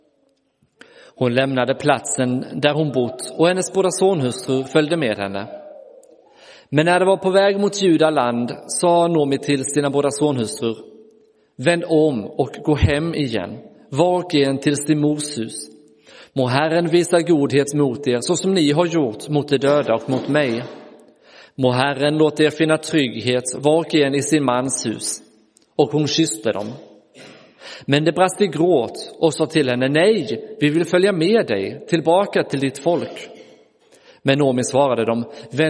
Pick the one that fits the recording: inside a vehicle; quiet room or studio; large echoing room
large echoing room